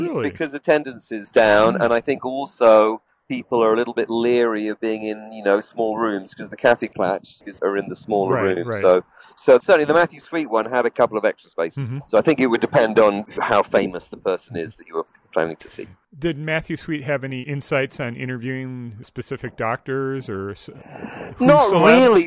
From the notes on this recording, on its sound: Reports in live from Day 2 of the 32nd Gallifrey One convention in the City of Weeping Angels.